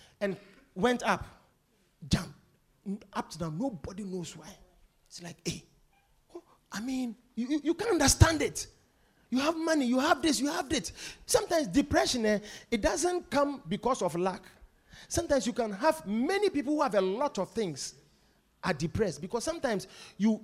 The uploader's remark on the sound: Preached at The Victory Secrets Service.